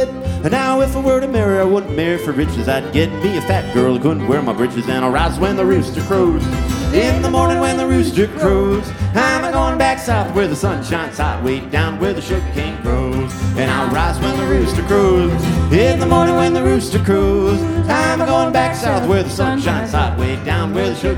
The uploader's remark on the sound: Savannah Music Festival LIVE